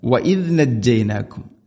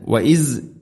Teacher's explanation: വഇസ് എന്നാൽ നാവ് പൂർണ്ണമായിട്ടും പല്ലുകൾക്ക് ഉള്ളിൽ അങ്ങനെ ആയിരിക്കും. അതുകൊണ്ടാണ് വഇസ് നജ്ജൈനാകും എന്ന് വരുന്നത്.